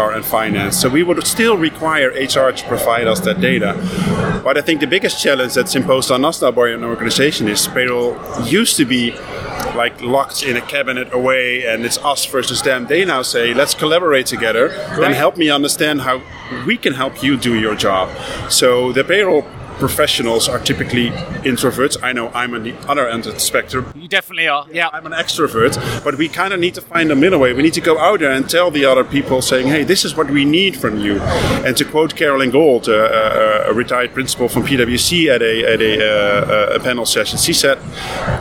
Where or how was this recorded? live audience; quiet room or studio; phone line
live audience